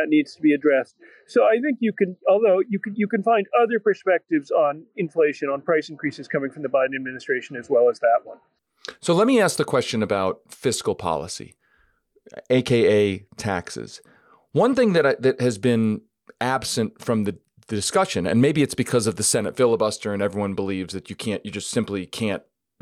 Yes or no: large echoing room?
no